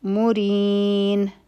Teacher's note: او را به نری وایو او رین به څلور حرکه راکاږلی کیږي. دا مد عارض لسکون دی.